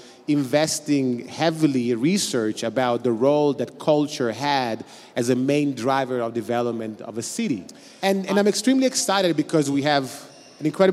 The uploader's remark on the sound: Today’s episode was recorded during the last Milano Design Week in a panel discussion